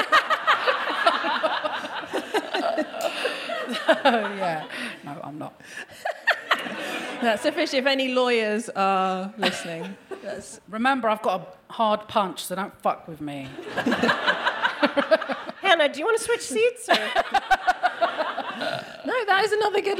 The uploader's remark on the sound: The gang are back at their London residency at 21Soho. We hear from a member of the audience.